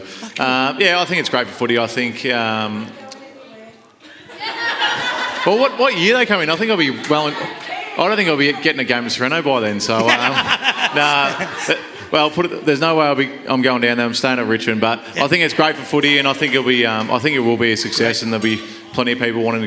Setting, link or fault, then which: setting, live audience